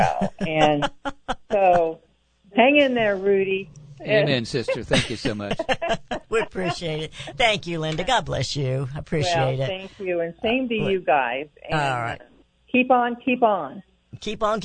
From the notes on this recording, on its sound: takes congratulatory phone calls from listeners across the country